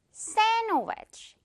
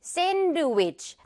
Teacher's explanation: 규칙상 이 중간에 있는 D는 묵음, 유령 친구가 되어서 날아갑니다 · Shown in: first take